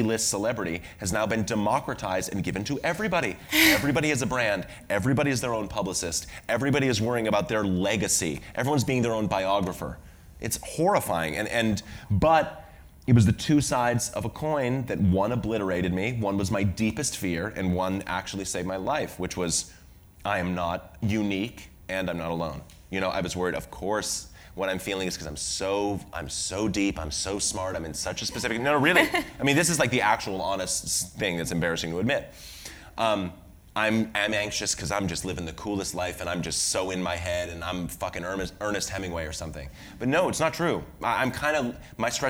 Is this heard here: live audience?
yes